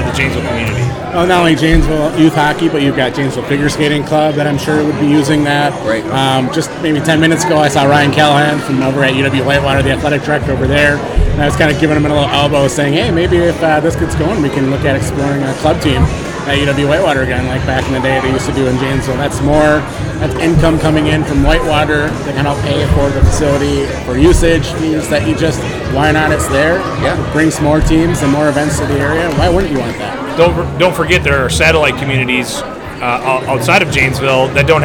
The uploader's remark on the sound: The Jamble 'live' at Woodman's Center Community Day. Setup shop at the old Sears building at 2500 Milton Avenue to talk to visitors at the Woodman's Center Community Day. Several folks just walking by to get their take on the proposed project.